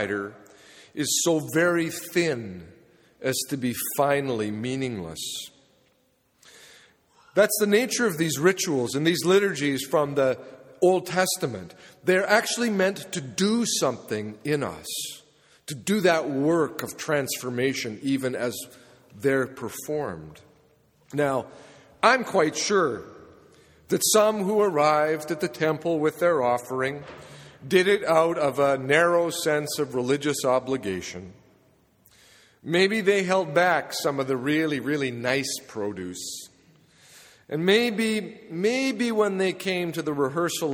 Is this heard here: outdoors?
no